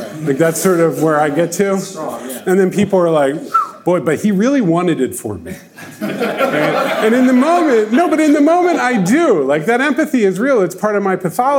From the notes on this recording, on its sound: record a live podcast episode at our Ship It!